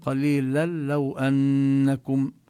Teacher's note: هذا التنوين يدغم باللام من لو، فلا نلفظ النون بالتنوين إنما نشدد اللام